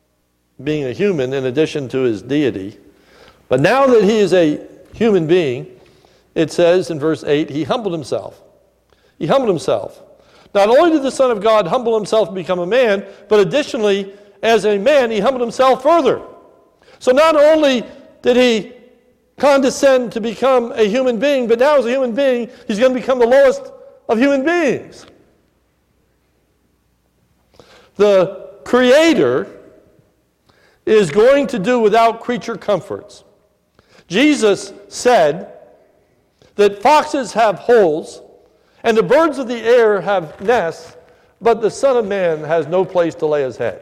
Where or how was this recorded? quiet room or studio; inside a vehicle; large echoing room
large echoing room